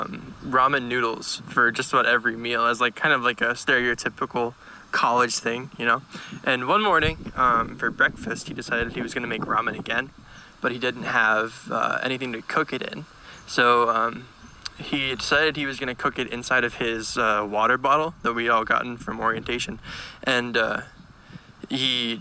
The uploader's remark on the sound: We went to the middle of the desert and played some stories sent in by listeners. Recorded in Joshua Tree National Park, California.